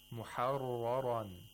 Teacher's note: The تَفْخِيم of مُحَرَّرًا، we had two ras with تَفْخِيم. Both of them were pronounced with tafkhim.